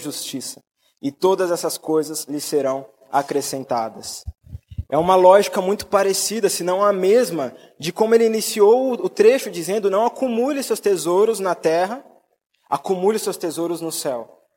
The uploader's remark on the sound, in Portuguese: Mensagem gravada na Igreja Batista Jardim Minesota